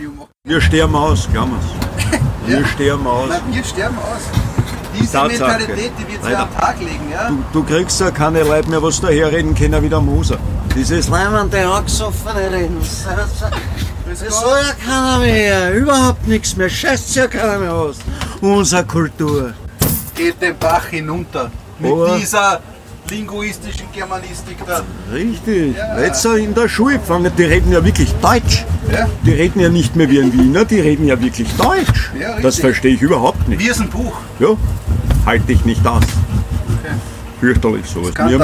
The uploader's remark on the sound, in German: Mit einer dreiteiligen Spezialreportage live vom Würstelstand „Zum scharfen René“ am Schwarzenbergplatz im ersten Bezirk in Wien!